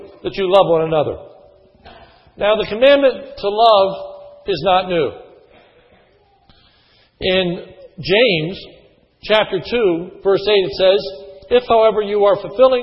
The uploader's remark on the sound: sermon was recorded on 2/14/10 in the morning service